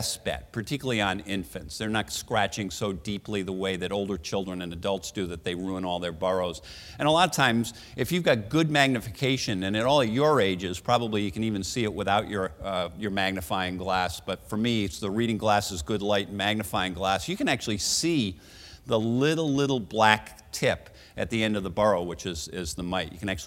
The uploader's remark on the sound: Recorded at the 2013 Summer SDPA Conference in St.